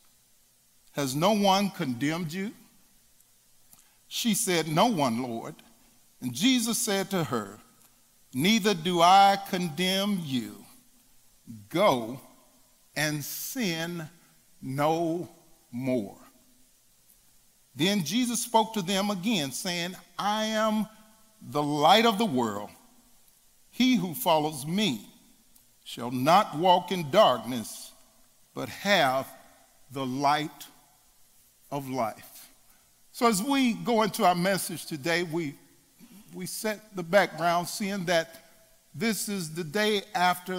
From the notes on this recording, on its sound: At The Fellowship in Nashville. Recorded live on July 14, 2019 at The Fellowship at Mt Juliet.